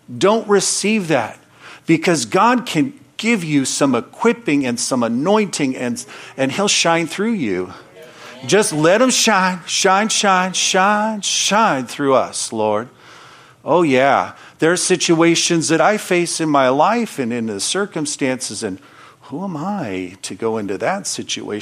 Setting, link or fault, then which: setting, large echoing room